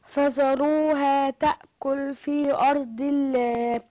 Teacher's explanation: يبقى هنا لم لفظ الجلالة رققناها عشان الحرف اللي قبلها